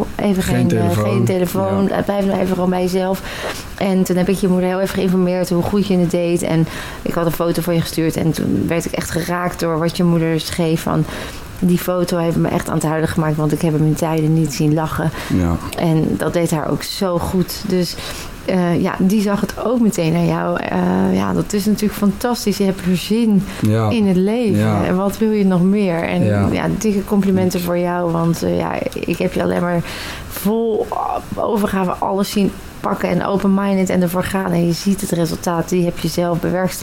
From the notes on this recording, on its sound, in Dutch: live vanuit de locatie van de BMR®-Lifemasterweek